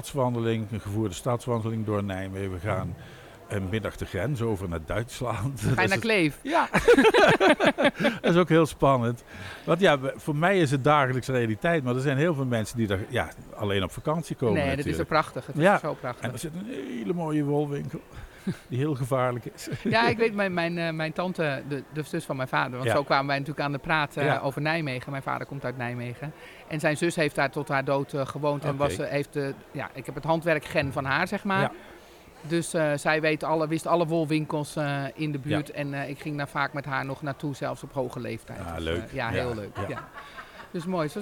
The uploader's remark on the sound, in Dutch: Vandaag een live uitzending vanaf de Handwerkbeurs in Houten!